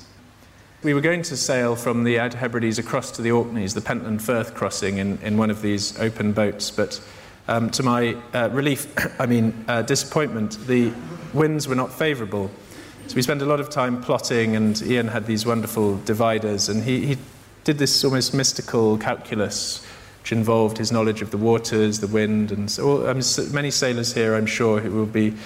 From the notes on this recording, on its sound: In this event, recorded at the Tabernacle in London On the 12th of June 2012